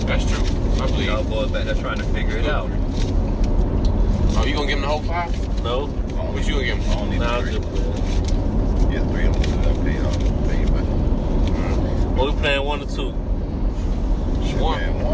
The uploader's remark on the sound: This time around we press record in the car. Right outside of Montgomery, AL headed to Pensacola, FL.